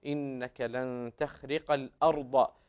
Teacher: أظهر تفخيم الراء في كلمة الأرض